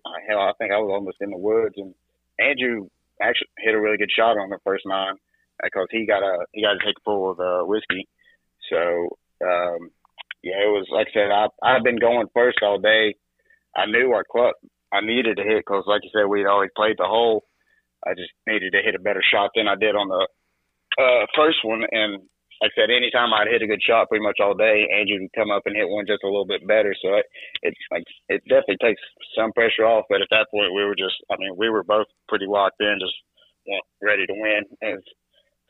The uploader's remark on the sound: This episode also features a phone call